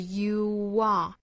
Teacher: you 和后面的 are 做连读，也是两个元音相撞了，这个时候它的条件就是要加小小的 w 的发音